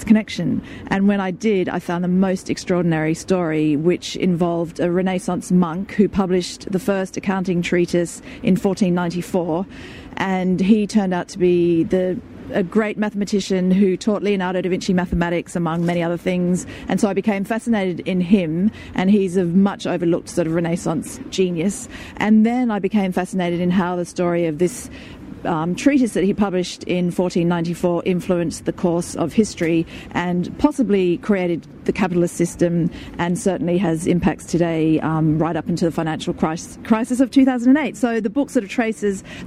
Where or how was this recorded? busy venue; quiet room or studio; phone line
busy venue